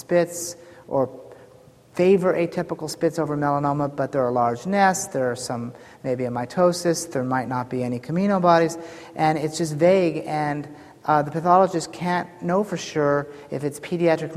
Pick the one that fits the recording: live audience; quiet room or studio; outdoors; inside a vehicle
live audience